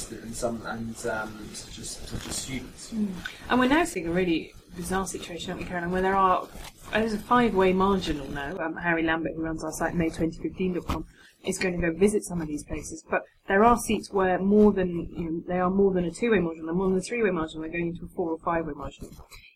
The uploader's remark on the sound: Apologies in advance for some audio quality issues with this week's podcast - gremlins got into the wires.